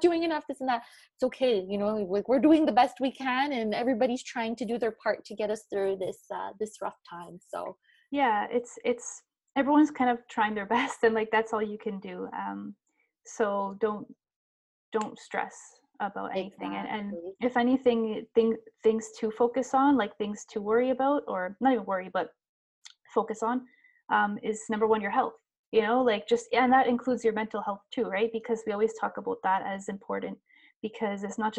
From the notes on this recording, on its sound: This season is recorded online during quarantine as we are practicing social distancing.